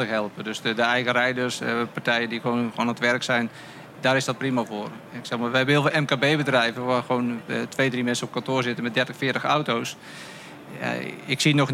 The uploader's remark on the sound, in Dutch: Deze podcast, opgenomen tijdens de vakbeurs Logistica – ICT & Logistiek, geeft een deel van de antwoorden.